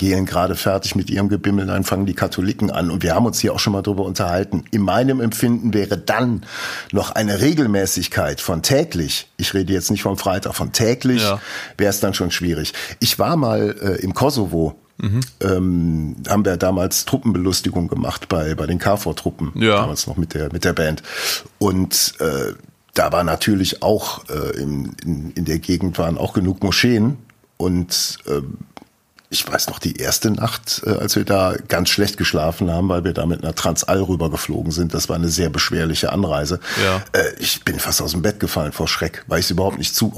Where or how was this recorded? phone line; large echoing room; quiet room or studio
quiet room or studio